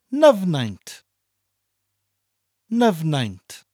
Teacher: When Dyfnaint mutates after an, we just change the D to an N. · Term: nasal mutation